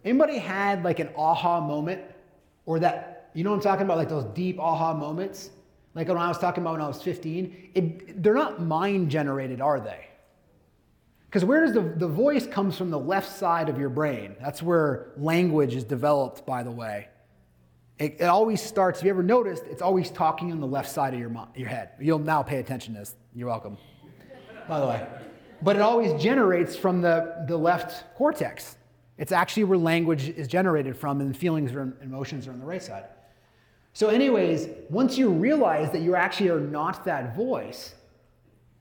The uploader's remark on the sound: Today’s bonus episode is a recording of a speech. At Livian’s annual Advance conference.